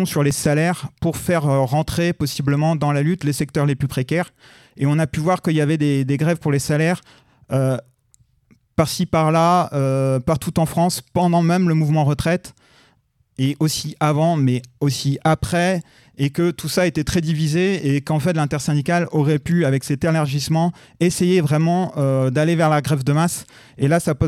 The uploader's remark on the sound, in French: Après la projection du documentaire *"Les petites mains invisibles"* sur la lutte des salariés d'ONET , débat et discussions. Dans le cadre du Festival contre le racisme et le fascisme organisé à Brest.